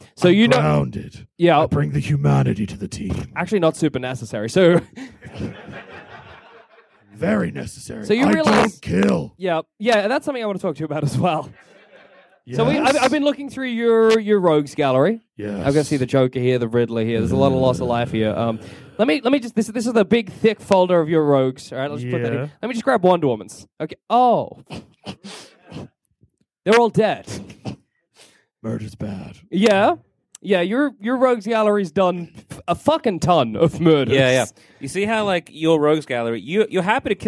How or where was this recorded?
busy venue